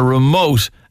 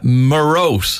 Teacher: They swapped the M and the R around. · Shown in: second take · Term: metathesis